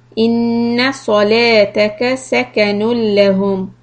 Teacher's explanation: lam shadda is idgham without ghunna